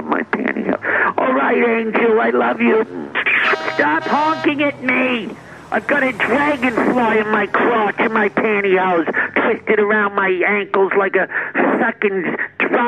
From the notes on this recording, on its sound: A phone call